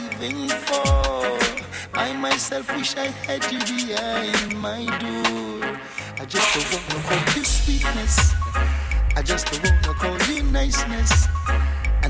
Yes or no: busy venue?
yes